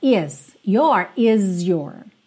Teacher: O S do is aqui fica meio Z, porque já tá juntando no your